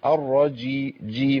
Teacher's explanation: نمسك بقى على الجيم شوية كده نعمل فيها التعطيش. الرجي جيم مقولش الرجيم.